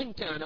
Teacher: عند نطق الغنة يكون لساني ملامسا تماما لمخرج الكاف